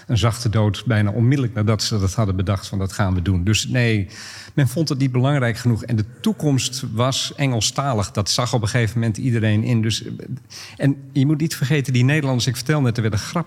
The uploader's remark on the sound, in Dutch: Geschiedenis Festival in Haarlem. Tijdens een live-opname met publiek schuiven historici aan om te vertellen over hun boeken en leestips.